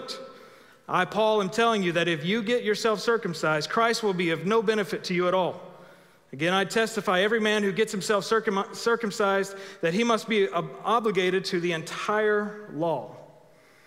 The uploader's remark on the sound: Recorded live at The Fellowship at Two Rivers on April 18, 2021.